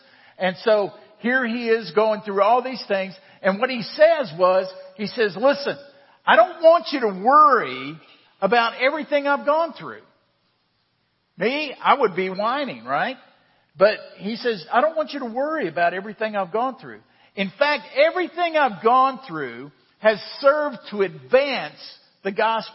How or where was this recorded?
large echoing room